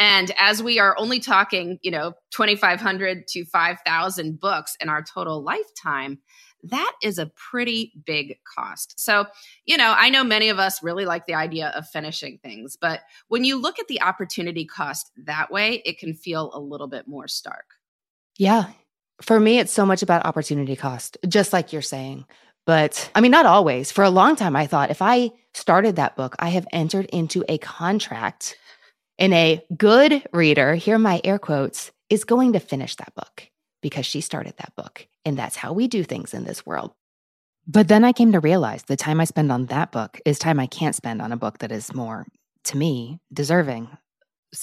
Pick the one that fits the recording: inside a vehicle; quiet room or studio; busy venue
quiet room or studio